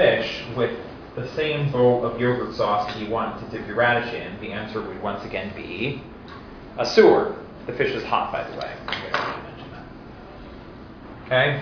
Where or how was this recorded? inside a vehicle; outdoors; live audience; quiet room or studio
live audience